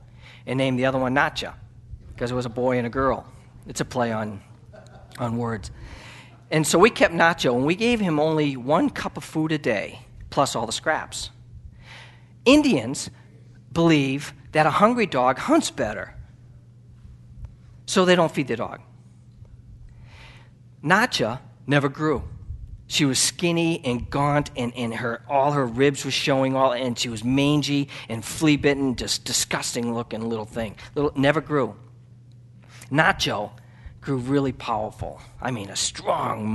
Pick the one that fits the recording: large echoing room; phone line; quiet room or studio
large echoing room